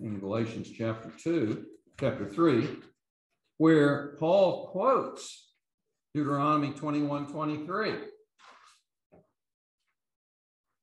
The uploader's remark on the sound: These podcasts are the recordings of the lectures.